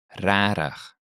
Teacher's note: Afrikaans also uses a rough, rolling R, as in the word, rarig